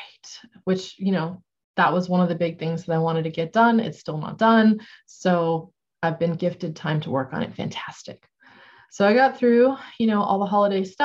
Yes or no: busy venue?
no